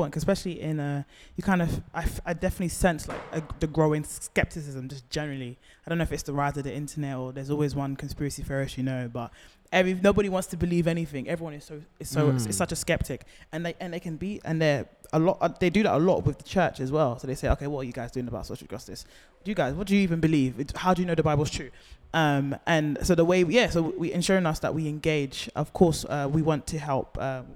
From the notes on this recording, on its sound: Where Do We Go From Here? (Live Podcast). For a live recording.